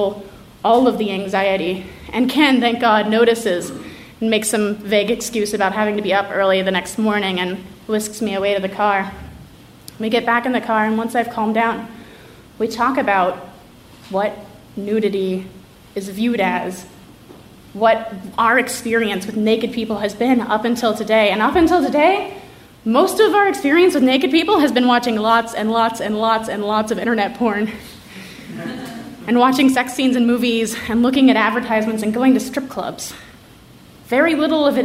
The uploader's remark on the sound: Live From Atlanta!